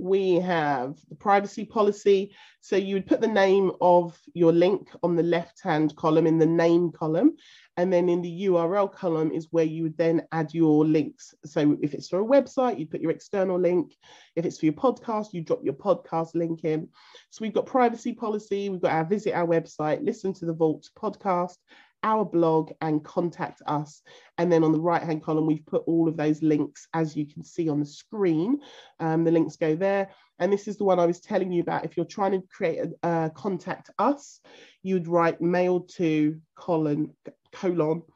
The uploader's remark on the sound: This podcast is taken from a live zoom recorded call and there is engagement with our members throughout this call.